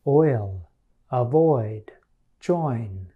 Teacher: It should begin in a middle position toward the back of your mouth and end in a high position toward the front of your mouth. · Term: oi sound · IPA: /oɪ/